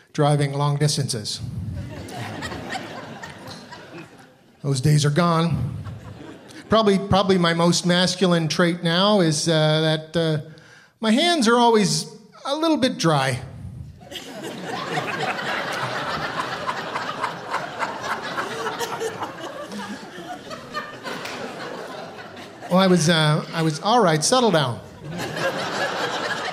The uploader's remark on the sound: From the Big Sound Comedy Festival in Parry Sound